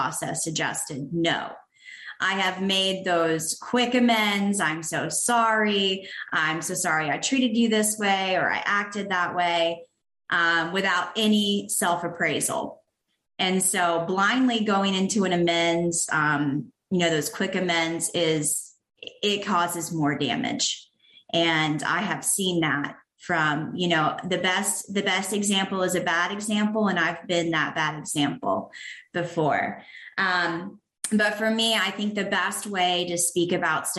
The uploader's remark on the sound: sharing at the My Favorite Steps zoom meeting